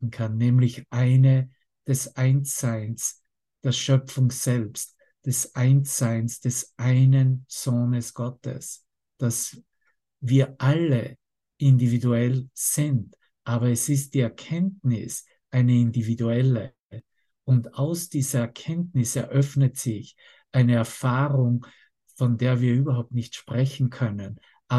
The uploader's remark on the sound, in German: Zoom-Session. Veranstaltet von der Aleph Akademie.